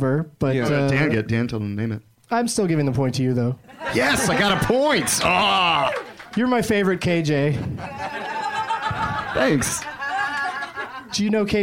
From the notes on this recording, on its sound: Live from Zanies Comedy Club in Chicago